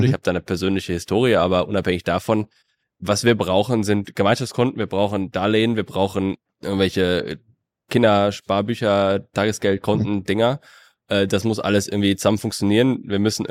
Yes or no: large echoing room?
no